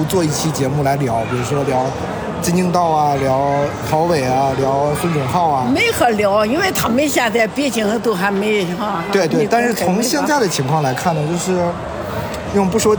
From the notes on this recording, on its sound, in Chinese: 中超现场：回到久违的鲁能大球场。看了山东泰山和长春亚泰的比赛，也用声音纪录了下了这场中超比赛。